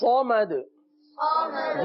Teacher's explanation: صاد کو پور پڑھیں گے، آخر میں کلکلا کریں گے